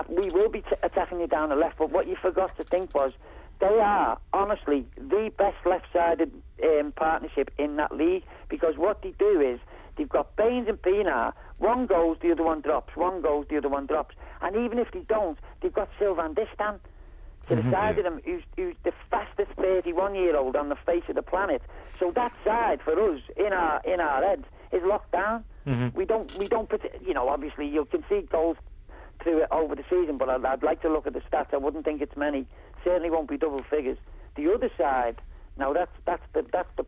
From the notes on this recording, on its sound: In the studio. On the phone.